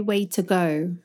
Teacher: That T is just like reduced to like a D sound.